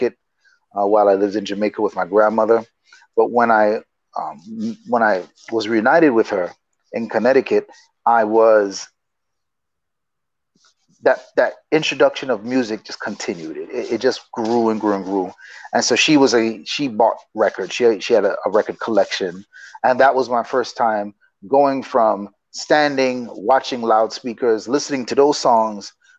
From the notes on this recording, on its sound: A podcast and video series limited to a 25-minute remote interview.